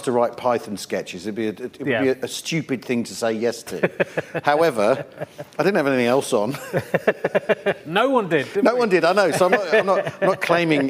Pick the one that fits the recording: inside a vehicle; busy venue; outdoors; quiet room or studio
busy venue